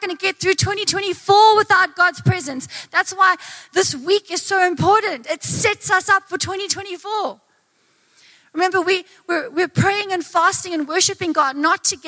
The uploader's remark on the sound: Recorded live on Sunday the 21st of January 2024